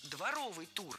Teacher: В прилагательном, образованном от существительного «двор», ударение падает на суффикс «ов», а окончание должно быть «ый», а не «ой».